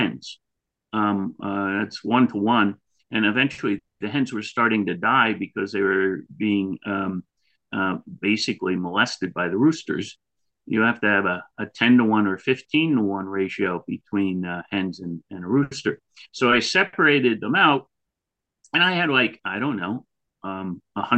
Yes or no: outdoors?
no